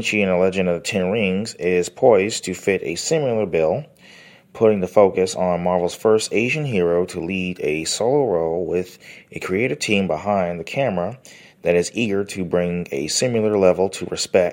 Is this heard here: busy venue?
no